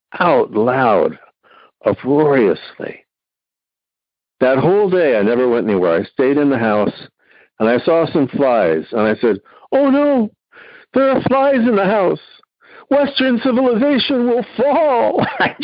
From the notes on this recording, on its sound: Noon Phone Speaker Meeting.